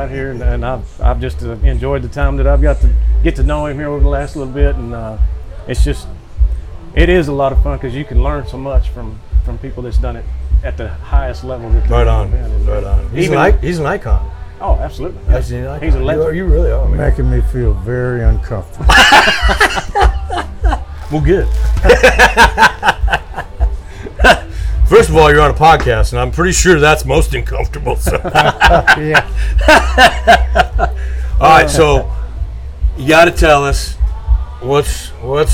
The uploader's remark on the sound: LIVE AT THE BROKEN SPOKE SALOON